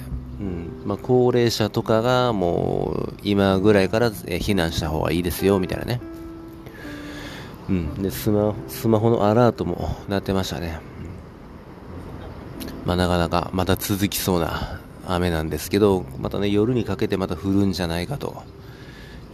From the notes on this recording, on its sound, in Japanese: 朝の公園を生活圏にしている犬の散歩や卑猥な体操をする爺さん婆さんや徘徊する老人、そして適度な雑踏のなかポッドキャストを録音したくて右往左往する僕。